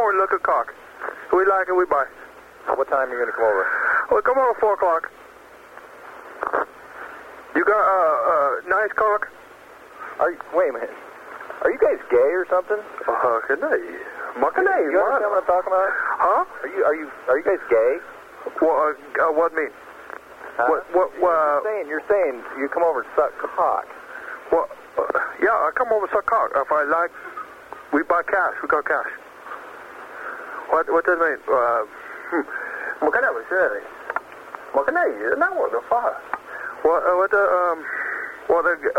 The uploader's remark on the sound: Prank Phone Calls